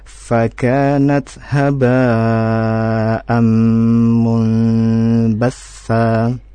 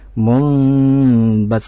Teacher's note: ada nun sukun bertemu dengan huruf ba, maka hukum tajwidnya adalah iqlab. Ya, jadi harus didengungkan kemudian dirubah ke huruf mim ya. Munbassa.